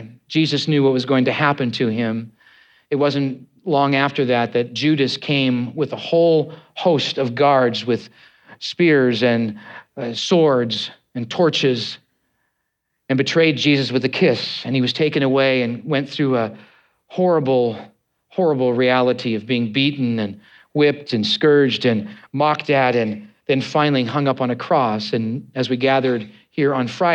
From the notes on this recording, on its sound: preached on Easter Sunday, on 9th April 2023, at Neighborhoodchurch